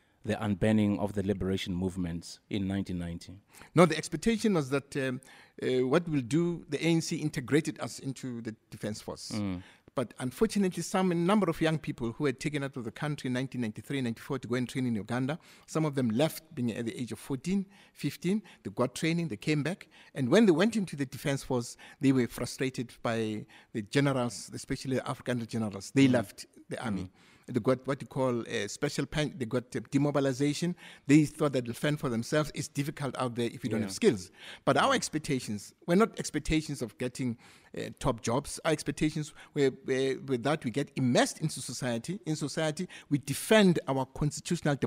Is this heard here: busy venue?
yes